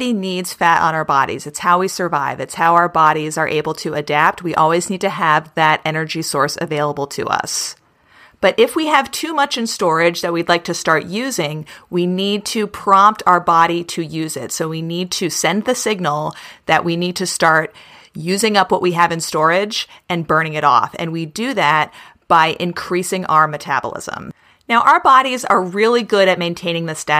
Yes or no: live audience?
no